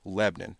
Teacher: in the South, obviously, it's two syllables instead of three in a lot of places